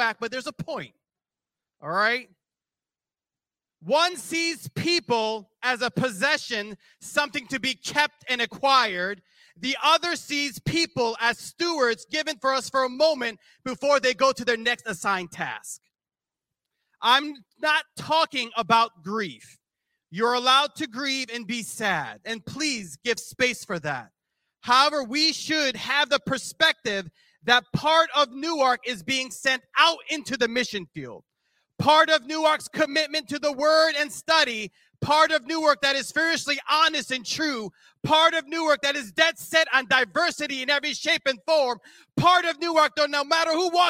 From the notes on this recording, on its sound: This JAT was recorded live on March 5th, 2023 at Newark United Pentecostal Church.